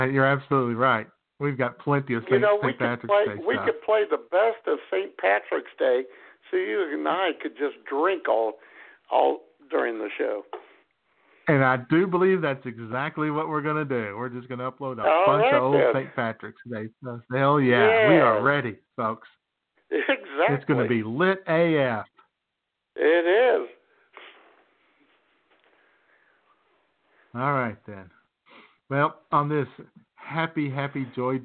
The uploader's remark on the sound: Your phone calls. IWS Radio presents: The Happy Highway Of Life.